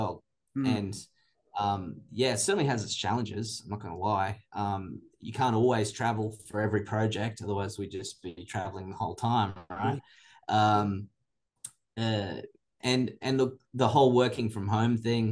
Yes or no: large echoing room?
no